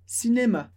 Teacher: Pronúncia da palavra cinema com a sílaba mais forte, a última.